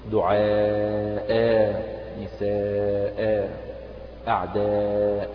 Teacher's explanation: المد المتصل يمد كبقية المدود المتصلة، والألف التي بعد الهمزة هذه تمد مدا طبيعيا بمقدار حركته · Term: مد عوض